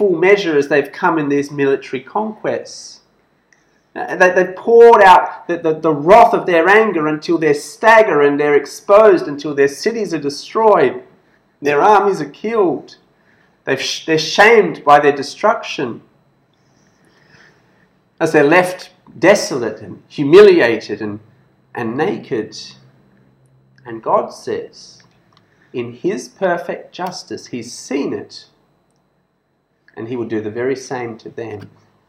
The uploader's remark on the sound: This sermon was preached at BEM Kuching Evangelical Church on 17th October 2021.